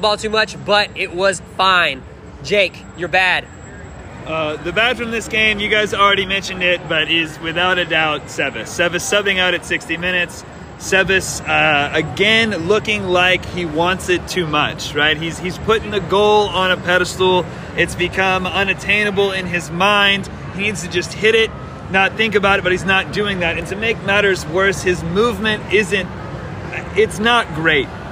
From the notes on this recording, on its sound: live from PNC Stadium